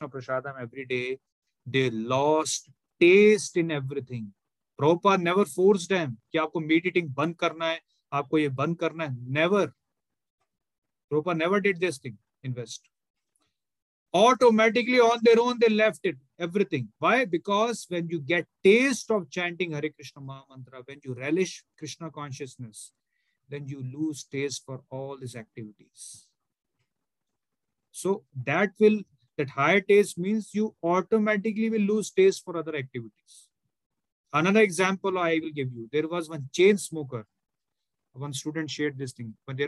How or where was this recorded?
video call